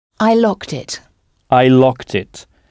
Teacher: vous avez sans doute naturellement prononcé la terminaison « ed » « t », locked.